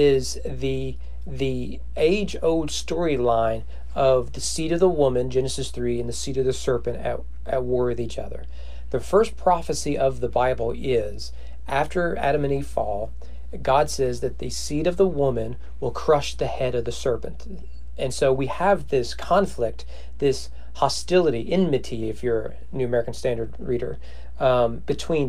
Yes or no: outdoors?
no